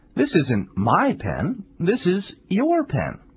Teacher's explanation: Although the possessive adjective your and my are not normally stressed, here they are very important to conveying the message.And so they receive the greatest stress. · Term: contrastive stress